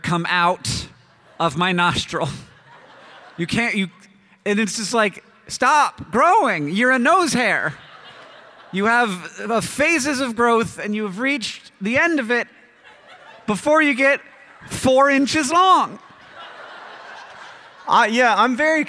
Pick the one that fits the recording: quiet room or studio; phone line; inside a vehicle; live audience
live audience